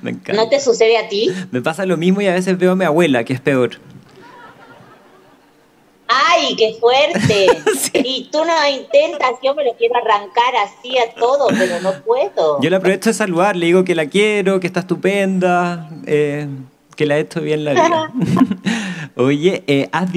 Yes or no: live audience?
yes